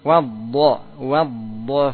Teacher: bodnya ditebalkan dan dialirkan suaranya